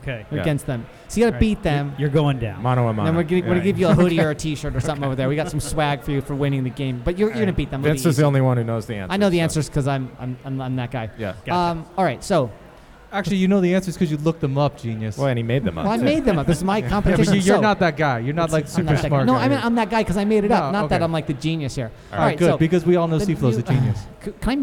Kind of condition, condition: setting, busy venue